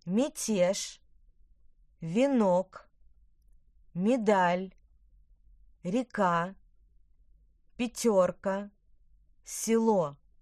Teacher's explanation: Я и Е в предударном слоге звучат как И-Е.